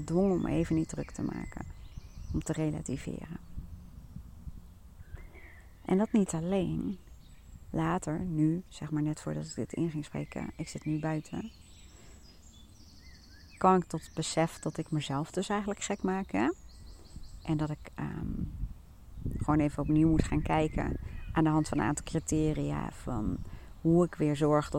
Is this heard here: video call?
no